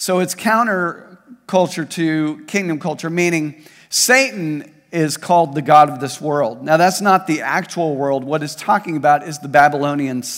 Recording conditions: large echoing room